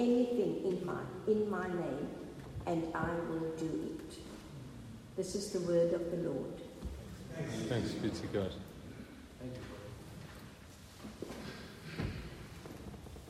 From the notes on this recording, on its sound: Recorded at the 9:30am service on Sunday 21st May 2023